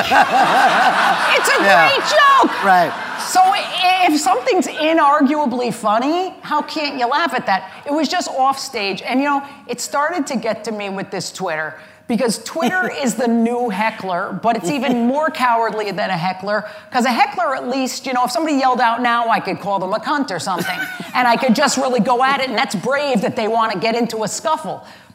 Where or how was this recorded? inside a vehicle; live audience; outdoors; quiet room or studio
live audience